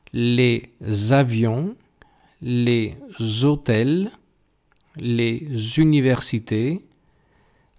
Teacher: Subrayo que ese z no es que vaya pegado a la e de le, sino que va pegada a la a de avión o de hotel.